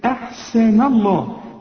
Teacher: رقق النون ولفظ الجلالة هنا مفخم